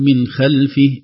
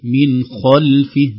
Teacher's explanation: نفخم الخاء لأن الخاء من الحروف التي تفخم · Shown in: second take · حروف من حرف المستعلي يرتفع أقصى اللسان عند النطق بها.